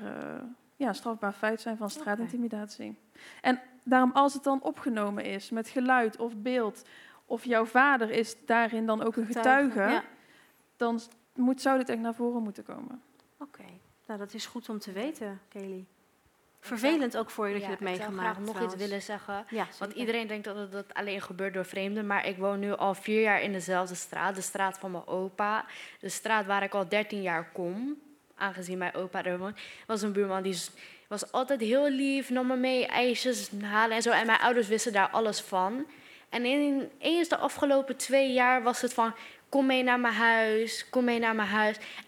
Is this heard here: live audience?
yes